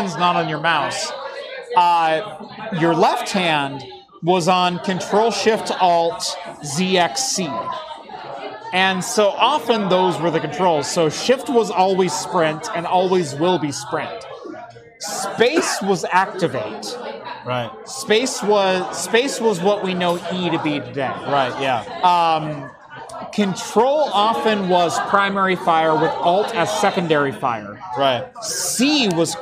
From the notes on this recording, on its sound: LIVE from Faultline Taphouse in Sunnyvale!